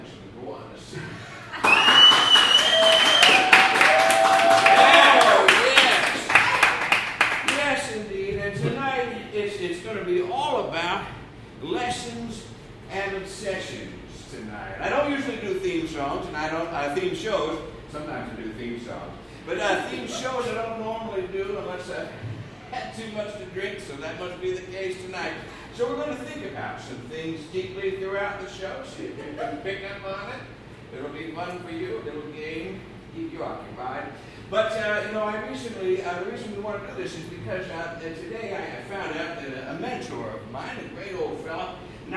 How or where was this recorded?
live audience